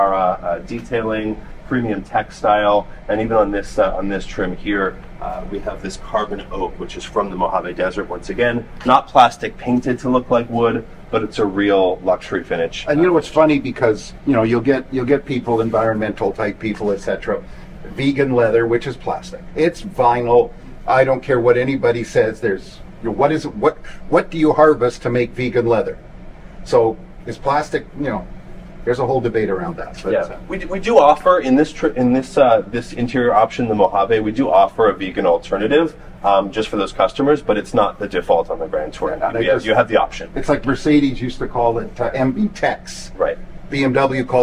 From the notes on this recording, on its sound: "LIVE" at the Vancouver showroom